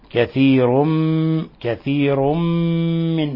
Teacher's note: والملاحظ إطباق الشفتين والغنة من الخشوم · Term: إضغام بغنة